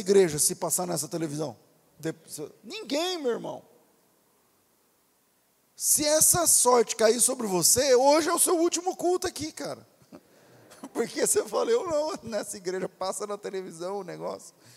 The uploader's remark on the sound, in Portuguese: Culto Ao Vivo.